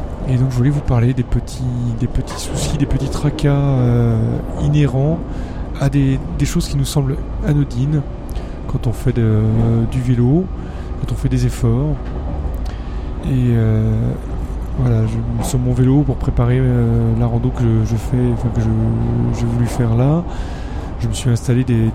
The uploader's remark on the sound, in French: Un petit épisode enregistré dans le TER après avoir écourté un périple pour cause de mauvaise préparation matérielle.